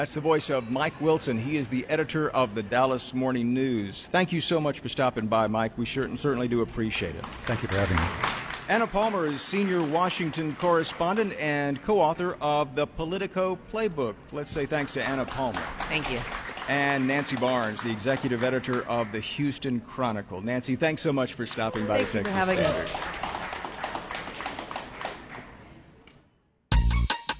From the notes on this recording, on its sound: We’re there, broadcasting live from the Texas Tribune Festival. Today we’re coming to you from one of the most iconic streets in Texas: Congress Avenue in Austin.